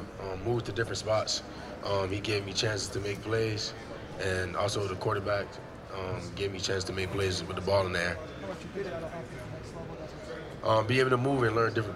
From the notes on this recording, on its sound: Press Conference from the NFL Combine. At the 2023 NFL Scouting Combine.